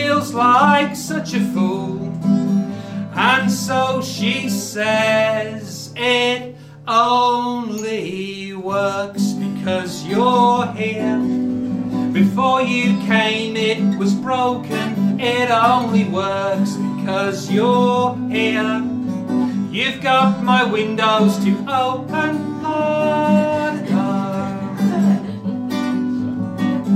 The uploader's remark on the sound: The first of three live recordings from our Tragic Heroes live event which took place at the Hackney Attic on the 21st February 2014.